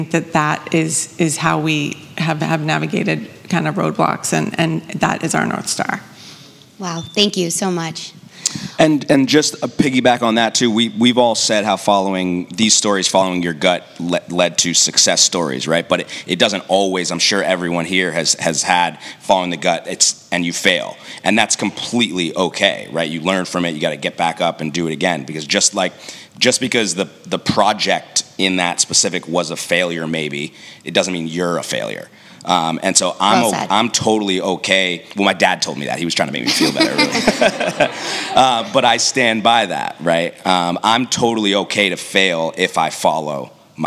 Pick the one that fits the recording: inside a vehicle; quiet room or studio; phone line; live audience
live audience